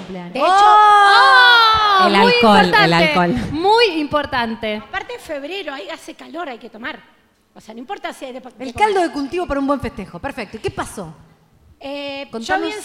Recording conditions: live audience